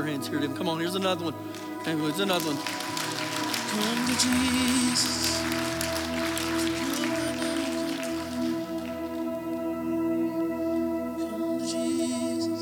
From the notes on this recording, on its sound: Recorded live during our Wednesday night service